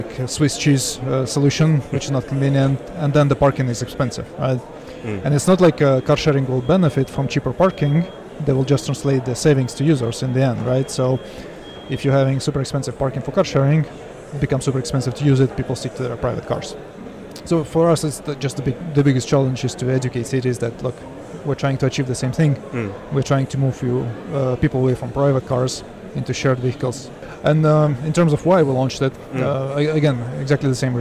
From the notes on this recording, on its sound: Auto Futures Live at Autonomy Paris.